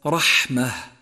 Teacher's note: تهمس الحاء لضعف الاعتماد عليها في مخرجها. وفي حال الوقوف على هذه الكلمة لابد لك من إظهار همسين، همس الحاء وهمس التاء المربوطة التي صارت هاء عند وقوفك عليها، أي هكذا رحمة.